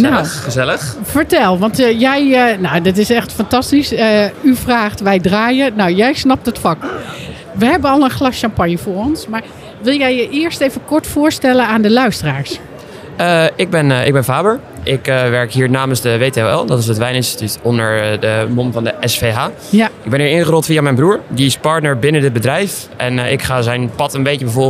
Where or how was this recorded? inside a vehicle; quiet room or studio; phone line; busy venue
busy venue